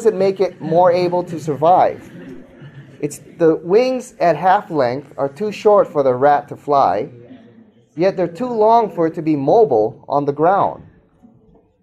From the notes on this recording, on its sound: speaks to a live audience